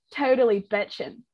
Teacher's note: the I vowel lowered and went back, so it went from I to E · Term: California vowel shift